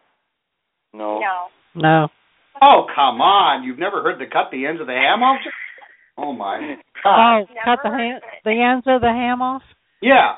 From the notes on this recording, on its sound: This series captures the best bits of a two-hour conference call recorded in June of 2015.